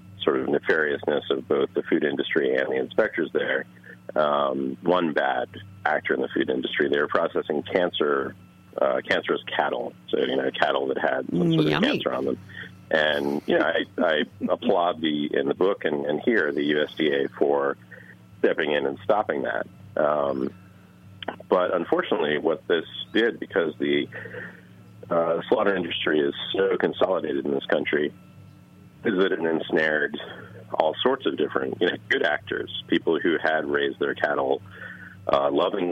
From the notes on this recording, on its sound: an intriguing phone conversation